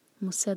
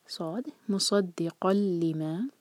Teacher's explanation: صاد heavy, اس کو سین نہ پڑھیں · Shown in: second take · مصد نہیں ہوگا، میننگ چینج نہ ہو جائے کہیں.